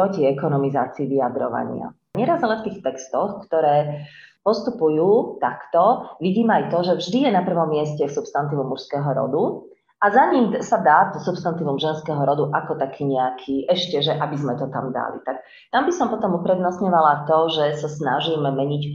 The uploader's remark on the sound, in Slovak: Ospravedlňujeme sa za nižšiu kvalitu zvuku, podcast sme nahrávali online.